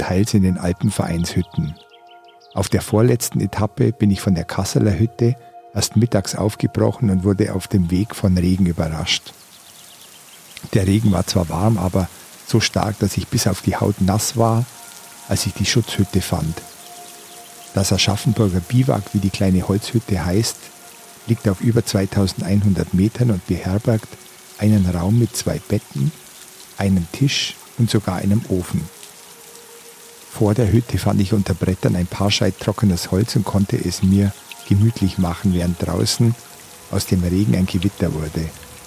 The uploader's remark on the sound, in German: Die Folge habe ich auf dem Berliner Höhenweg im Zillertal aufgenommen. Zum Einschlafen hörst du Naturgeräusche, die ich bei einsetzendem Regen und aufziehendem Gewitter in einer Aschaffenburger Schutzhütte auf über 2.000 m gemacht habe.